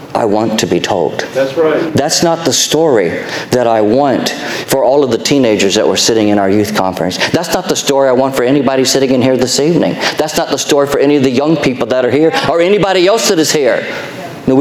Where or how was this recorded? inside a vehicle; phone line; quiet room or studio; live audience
live audience